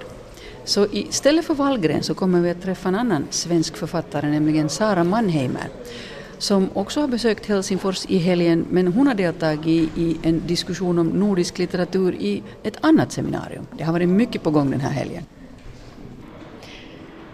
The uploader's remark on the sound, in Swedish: Bokmagasinet besöker litteraturfestivalen Helsinki LitFest.